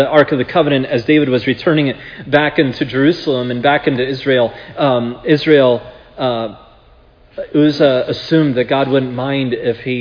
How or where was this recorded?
large echoing room